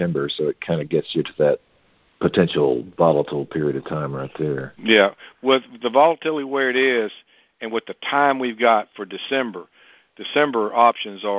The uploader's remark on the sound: Monthly Conference Call